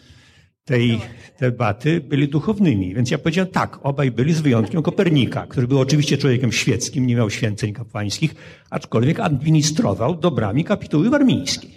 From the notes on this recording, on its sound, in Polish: Pełny zapis audio debaty, która odbyła się w Centrum Nauki Kopernik